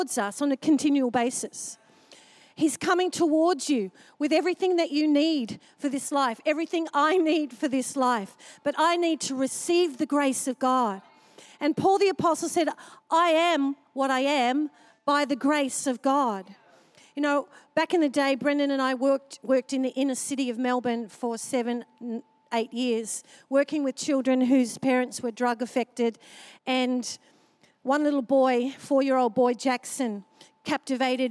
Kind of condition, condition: setting, large echoing room